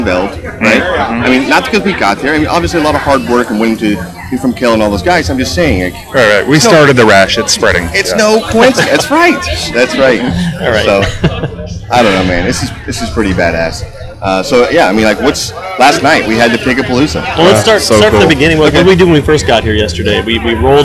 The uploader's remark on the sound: The Best Lineup from the American Royal 2023. In this episode we on location at the 2023 American Royal.